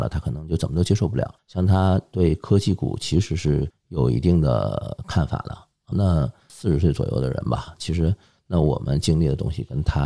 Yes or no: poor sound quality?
no